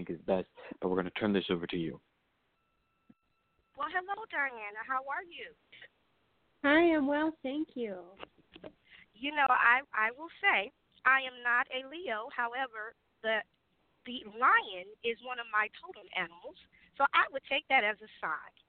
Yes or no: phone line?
yes